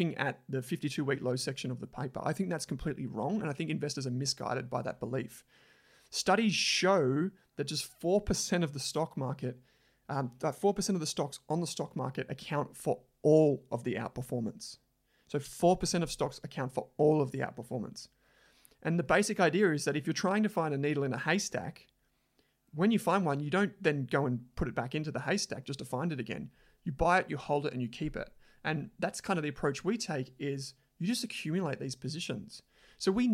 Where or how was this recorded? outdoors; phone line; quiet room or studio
quiet room or studio